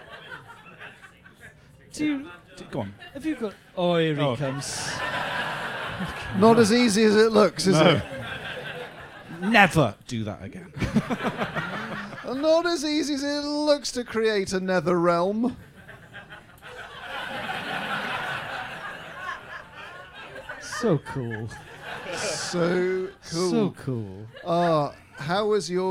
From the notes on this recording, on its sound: in front of an ACTUAL live audience